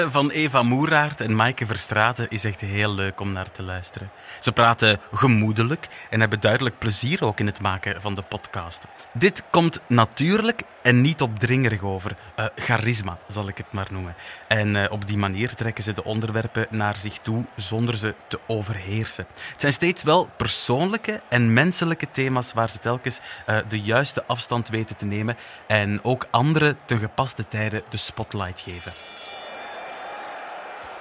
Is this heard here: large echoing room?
no